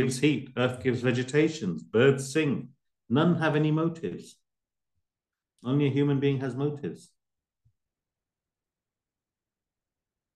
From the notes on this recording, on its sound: A live recording of a Bhagavad Gita class given virtually on the 20th of August 2023.